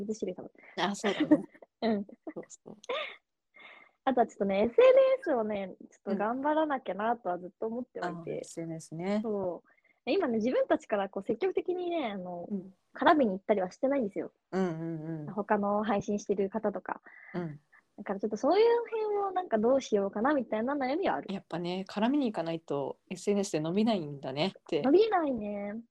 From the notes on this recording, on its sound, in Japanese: リモート収録